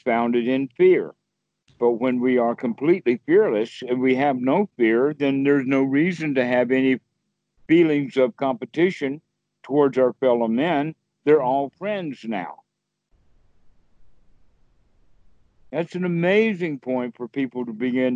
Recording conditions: phone line